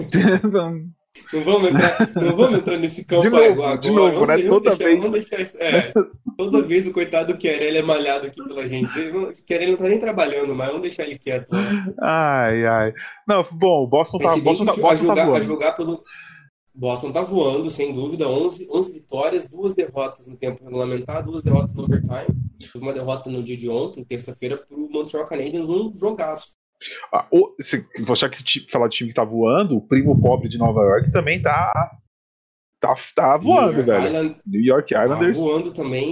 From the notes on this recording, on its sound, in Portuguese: Pedimos desculpas pelas falhas no áudio, infelizmente não houve tempo hábil para regravar.